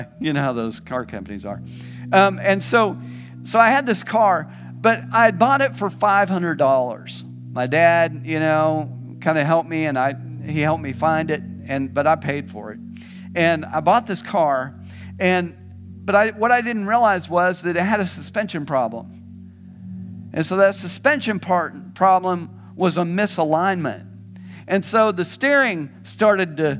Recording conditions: large echoing room